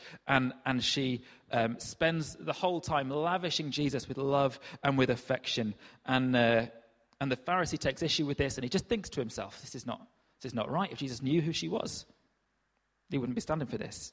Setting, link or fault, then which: setting, large echoing room